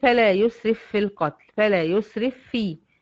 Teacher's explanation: الفيه الأولى ساكنة والثانية مشددة، دخلت الأولى في الثانية عارية يعني والثانية مشددة، حصل هنا إدغام فعلا.